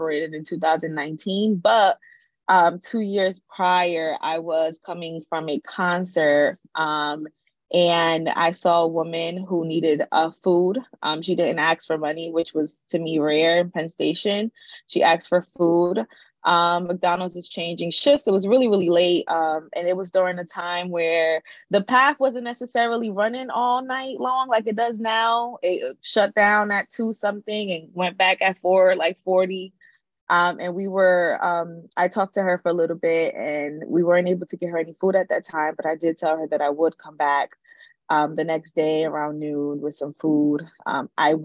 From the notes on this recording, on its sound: The audio version of Shelterforce's webinar